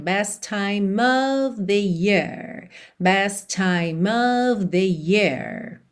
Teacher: Best com time, você liga tudo num T só, certo?